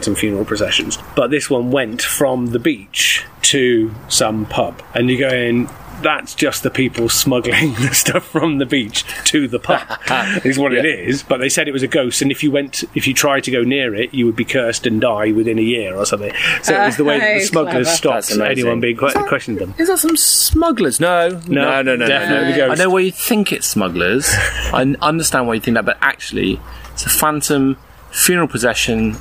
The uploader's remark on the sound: Back garden on the hottest day of the year. Which does mean we have a few added sound effects like dogs barking, ship's fog.